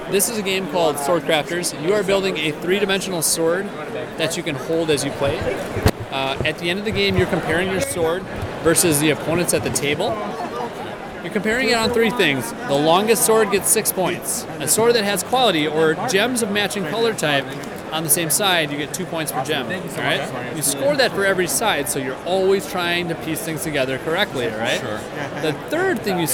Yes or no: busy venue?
yes